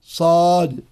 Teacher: فيجب على القارئ أن يلفظ بها أي الصاد مفخمة كما يلفظ بها عند تقطيع الحروف. تقول أليف الباء التاء، تقول الصاد صاد، إذا قلت نون صاد.